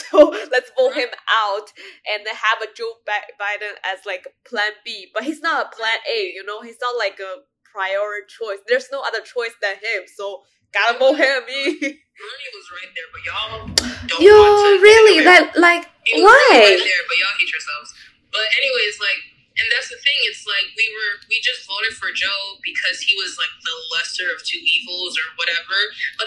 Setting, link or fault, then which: fault, poor sound quality